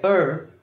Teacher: a gente chama de retroflexo, porque significa que a língua faz um movimento para trás, o fundo da língua